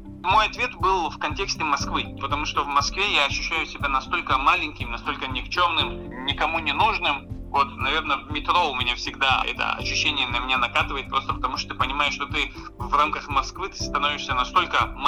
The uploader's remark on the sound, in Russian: Мы связались с писателем по телефону.